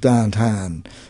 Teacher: This is called a diphthong ow becoming a monophthong ah.